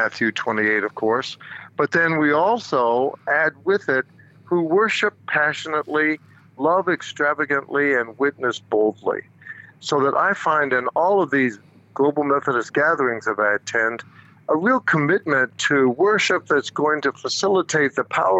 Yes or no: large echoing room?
no